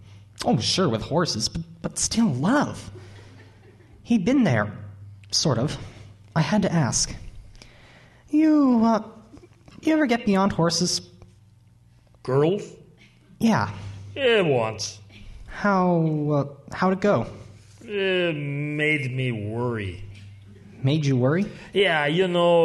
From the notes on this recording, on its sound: Recorded in front of a live audience. Recorded before a live audience.